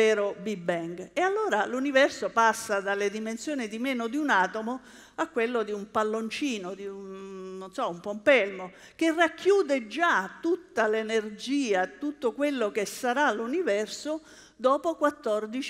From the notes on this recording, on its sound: TEDxLecce. This talk was given at a TEDx event using the TED conference format but independently organized by a local community.